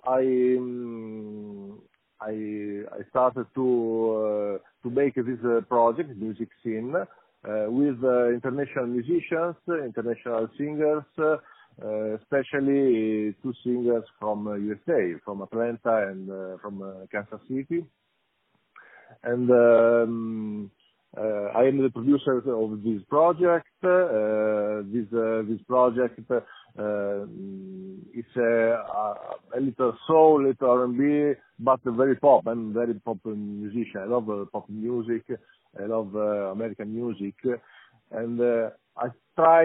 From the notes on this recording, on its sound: Interview Musixin - On the phone.